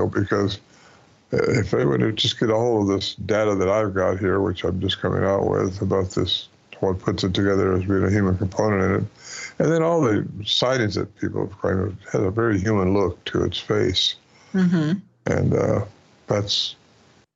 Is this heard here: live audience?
no